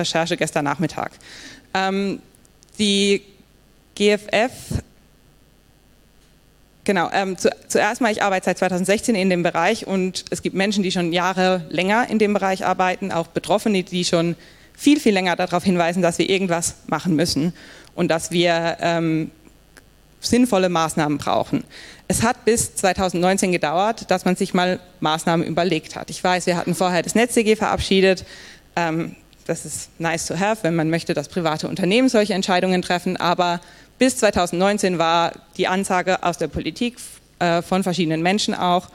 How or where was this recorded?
live audience